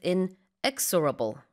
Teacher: And with the word unstoppable, the stress is on the second syllable. Same with inexorable.